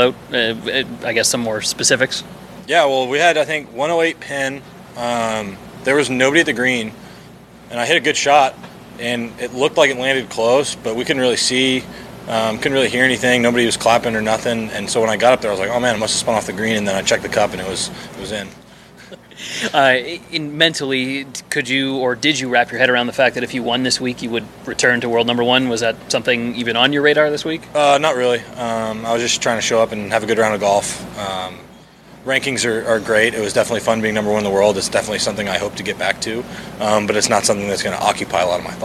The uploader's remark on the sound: "LIVE" Interviews From Mayakoba, Mexico at The World Wide Technology Championship